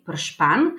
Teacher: in sicer je najprej prišlo do onemitve nenaglašenega uja